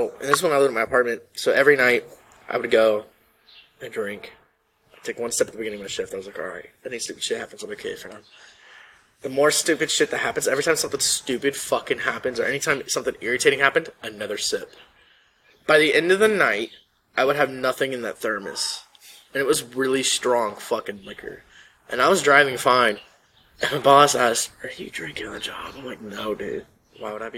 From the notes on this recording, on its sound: At the local park to record this podcast.